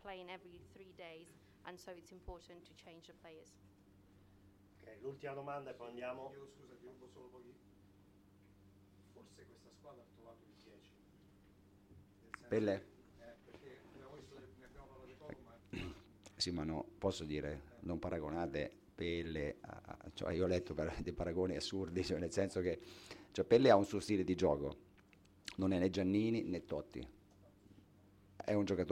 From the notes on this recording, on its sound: Post match press conference with Italy manager